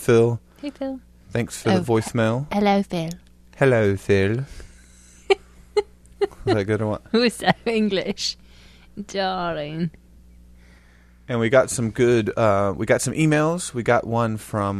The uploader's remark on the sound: Sorry for the hum people.